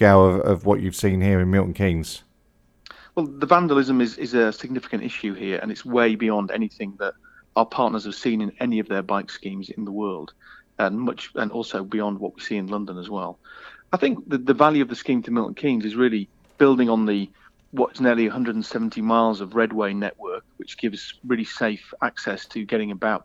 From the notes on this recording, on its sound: Phone Interview. On The Phone From Santander.